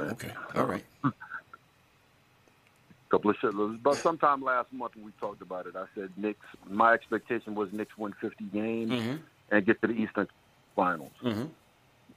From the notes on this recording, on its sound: Phone call reactions!